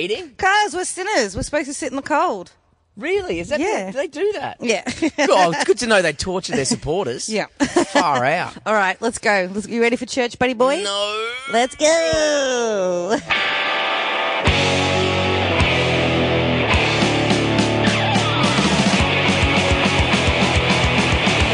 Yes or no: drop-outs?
no